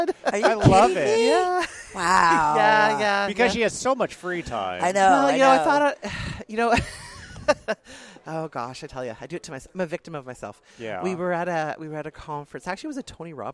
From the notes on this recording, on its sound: We were set up in the Ivoclar Ballroom all weekend. From the Ivoclar Ballroom at Lab Day Chicago. We were set up in the Ivoclar Ballroom all weekend and recorded a ton of great people.